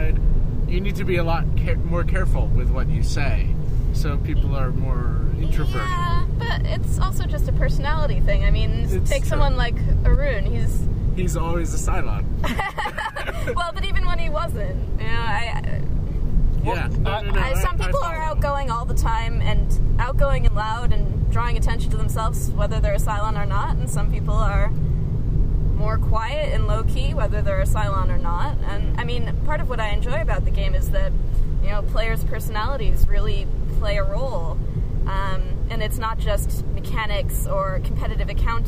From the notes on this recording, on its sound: Drive home in the driving rain from Spring Meltdown in Lyndonville, one of the Green Mountain Gamers’ game days held around Vermont. How do you pass the time during a two hour ride from Lyndonville to Burlington?